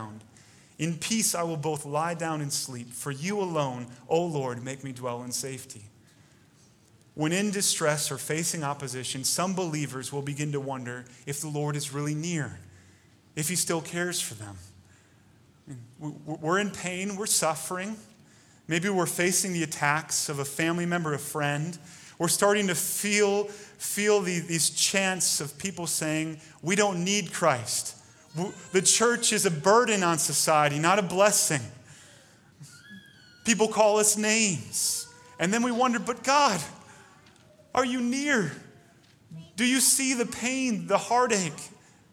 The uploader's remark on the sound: Delivered Sunday, June 14, 2020 at Woodridge Community Church (New Berlin, WI).